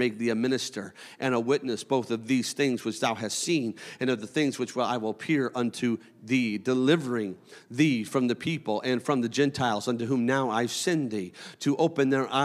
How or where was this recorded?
large echoing room